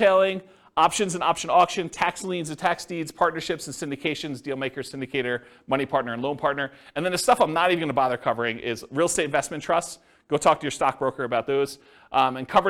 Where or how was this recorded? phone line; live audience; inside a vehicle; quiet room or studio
live audience